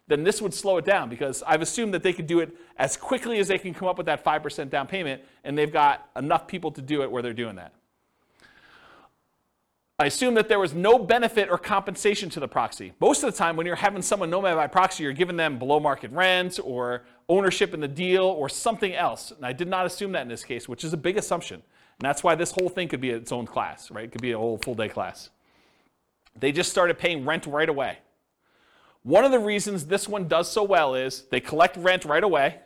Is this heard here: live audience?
yes